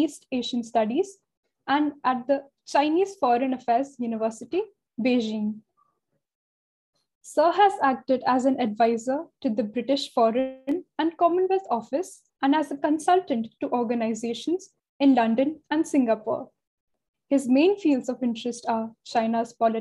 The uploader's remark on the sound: Zoom and Facebook Live